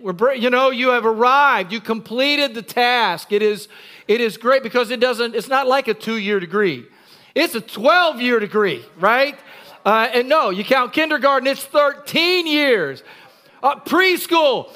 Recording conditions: large echoing room